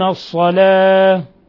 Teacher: اللام هنا شمسية لأن اللام أدغمت في الصاد